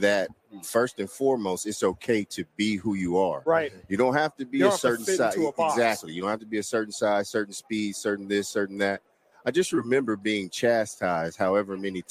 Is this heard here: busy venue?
yes